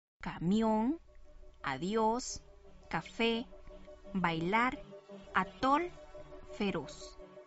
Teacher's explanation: Las palabras que voy a nombrar son agudas, porque llevan el acento en la última sílaba.